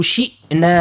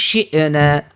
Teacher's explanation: ولو شئنا ما نقلقلوش الهمزة · Shown in: first take · رد بالك. ها تظهر كأنه واحد يتهوع، يعني نقولوا شئنا ما نقولوش شئنا.